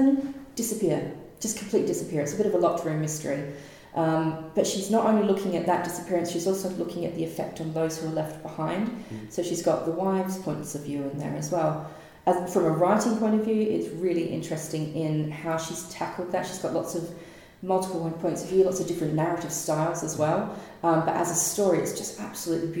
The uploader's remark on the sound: Interviews recorded live at the UK Ghost Story Festival in Derby.